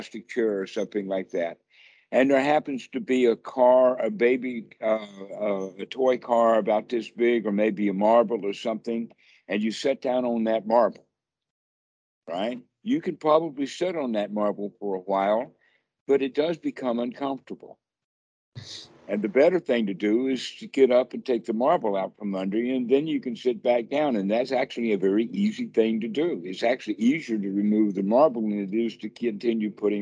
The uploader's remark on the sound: skype calls